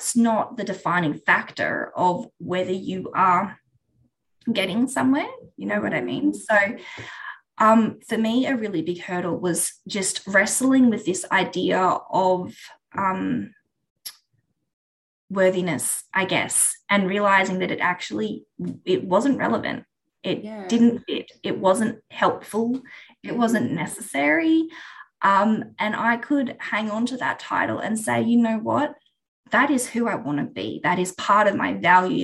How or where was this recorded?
video call